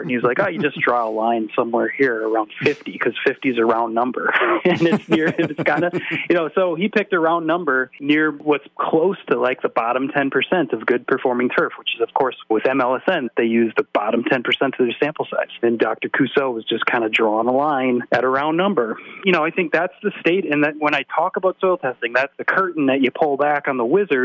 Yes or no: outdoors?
no